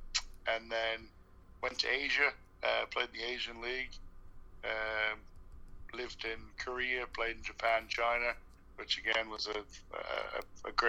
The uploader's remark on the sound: calls from the UK